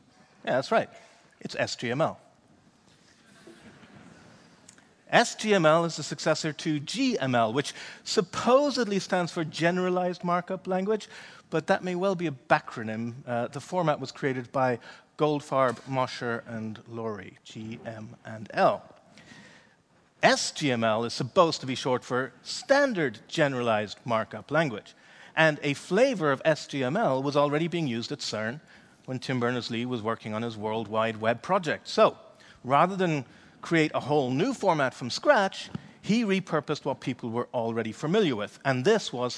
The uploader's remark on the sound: delivered at the Fronteers conference in Amsterdam in October 2019